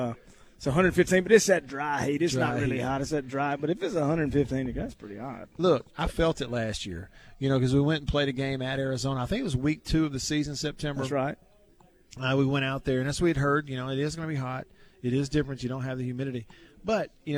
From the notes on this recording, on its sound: LIVE from DeViney Equipment in Madison